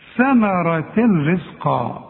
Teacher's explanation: واذا وقفت على ثمرة دي تقول ثمرة. اذا وصلنا هندغم ادغام كامل بدون غنة